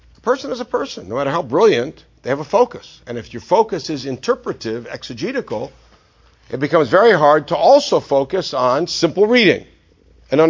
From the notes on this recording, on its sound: This lecture was given at Century Village, Boca Raton FL as part of a Scholar-In-Residence weekend.